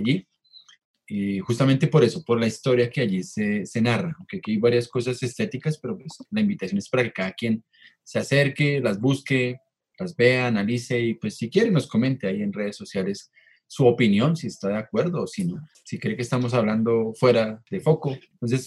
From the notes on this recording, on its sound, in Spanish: Episodio grabado el 10 de Julio de 2020 en línea, desde Bogotá - Colombia